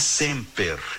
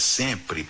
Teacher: quando nós pegamos esse ER do latim semper e transformamos em RE, sempre, nós temos uma metátese, que é justamente a troca, o deslocamento de fonemas